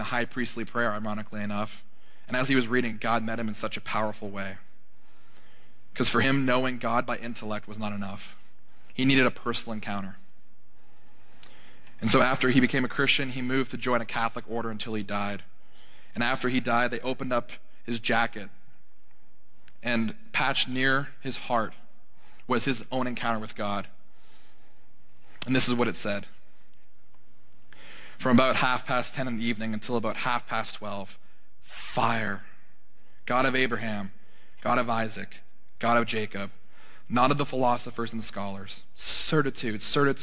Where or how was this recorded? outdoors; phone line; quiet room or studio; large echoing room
large echoing room